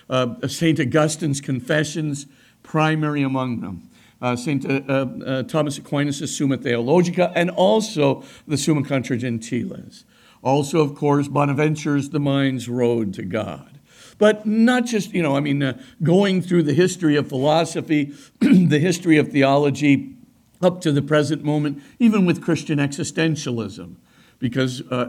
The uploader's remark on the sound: delivered a lecture at Christendom College on Monday, September 18